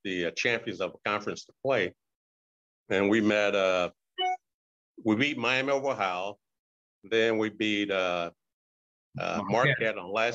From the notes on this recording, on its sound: Birthday Zoom.